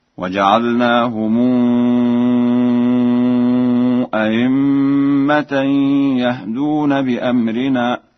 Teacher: قرأها ورش بتسهيل الهمزة الثانية بين أو إبدالها ياء خالصة